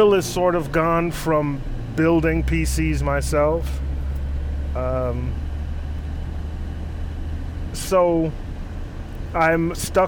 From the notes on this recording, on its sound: while driving, of course